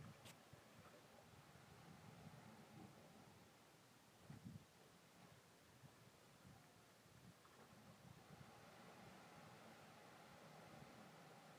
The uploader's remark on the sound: A Sunny Seaside Stroll. Expect sounds of the Cornish waves, birds singing and some local conversation.